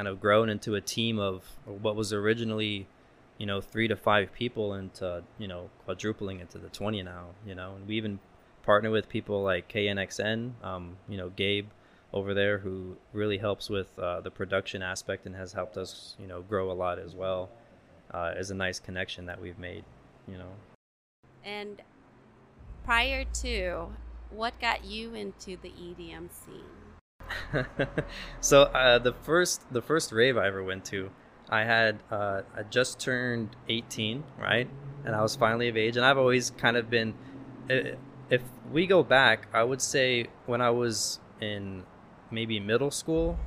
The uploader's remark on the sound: We recorded this episode at Jackpot Bar & Grill in the heart of Las Vegas